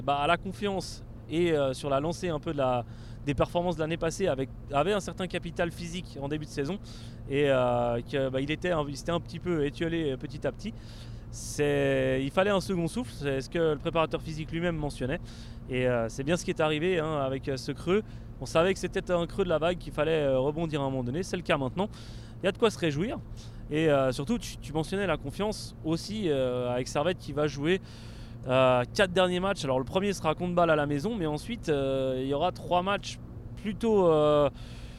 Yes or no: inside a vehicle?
yes